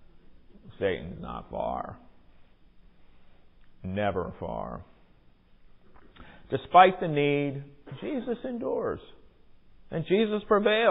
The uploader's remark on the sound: Recorded during worship on Sunday, February 26, 2023